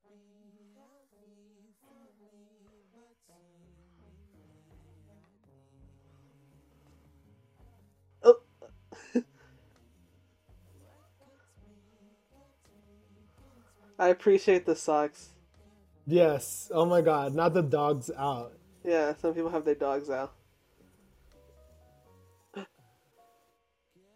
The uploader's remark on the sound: TRIGGER WARNING: MOUTH NOISES